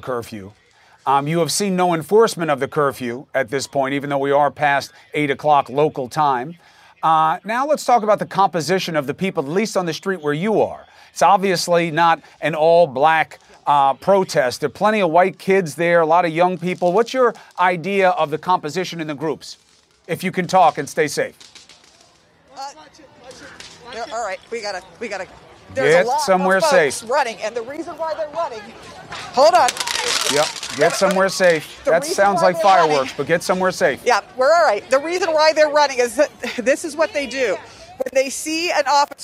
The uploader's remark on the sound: Live Coverage: Protests in Atlanta and Minneapolis. Live coverage of protests at the CNN Center in Atlanta and in Minneapolis as their city-wide curfew begins.